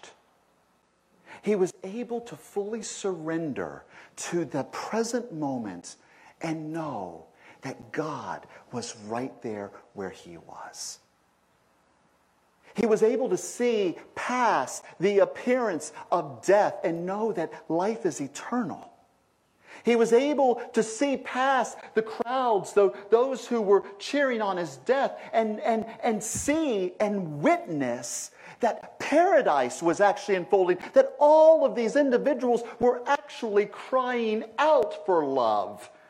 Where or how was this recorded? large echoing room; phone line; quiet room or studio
large echoing room